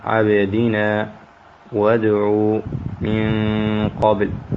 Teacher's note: هذه حروف كلها ينبغي أن يعطى صفة القلقلة إذا كان ساكن اللي هو الباء والدال وبقية حروف القلقلة الأخرى التي يجمعها قولك قطب جدي، ينبغي أن أعطيه هذه الصفة من غير أن نبالغ فيها.